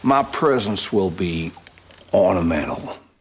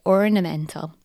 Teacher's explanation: Daniel Craig's accent in Knives Out is non-rhotic, so no r sounds after vowels. · Shown in: first take